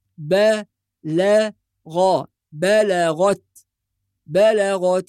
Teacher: فكلمة بلغت حرف الغين فقط هو المفخم، وبالتالي نرقق بقية الحروف، فلا نقول بلغت بلغت خطأ، وإنما بلغ بلغت بلغت التراقي.